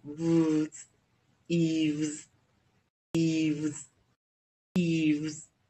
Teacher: 最后的这个 s 要浊化，要念 z